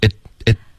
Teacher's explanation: It could 的这个停顿呢，你要顶舌尖。